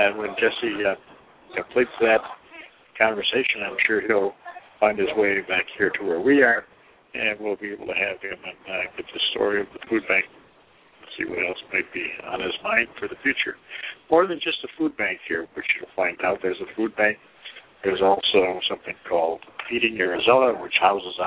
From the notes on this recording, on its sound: We will be broadcasting live from the Valley View Community Food Bank Grand Opening celebration. The food bank is located at 107th Avenue and W.